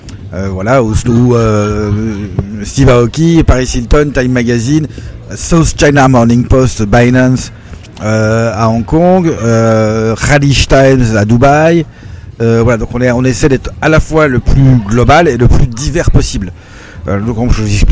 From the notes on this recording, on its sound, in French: Cannes 2023. Interview en direct du festival de Cannes.